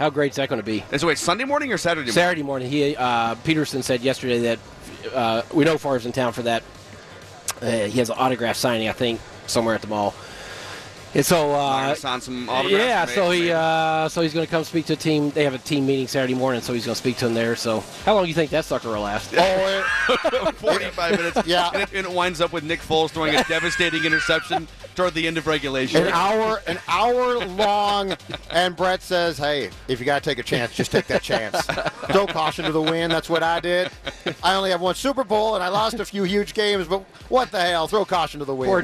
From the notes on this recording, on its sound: live from Radio Row all week